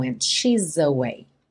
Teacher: Esse S vira um Z para conectar no próximo A.